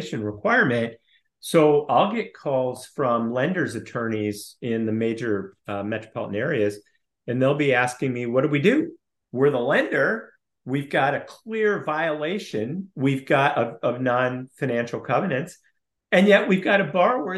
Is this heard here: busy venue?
no